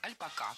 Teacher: слово «альпака» с ударением на последнем слоге